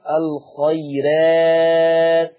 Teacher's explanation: لورش عن نافع ترقيق الراء وصلا ووقفا